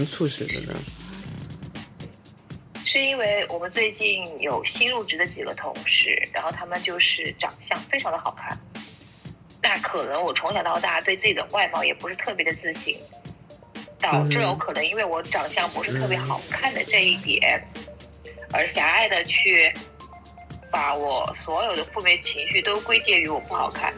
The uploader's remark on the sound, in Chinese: 音质恼人的试播集节目。